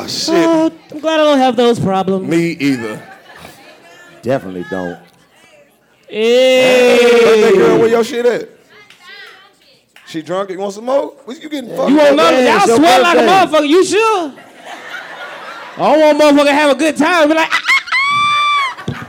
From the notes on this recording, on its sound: Live from Greenville Comedy Zone. The 85 South Show Live Comedy Show in Greenville.